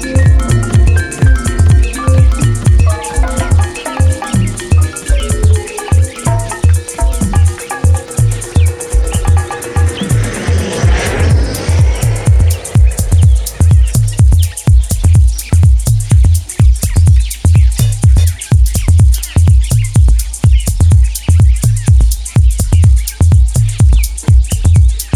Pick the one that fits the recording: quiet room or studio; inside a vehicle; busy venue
busy venue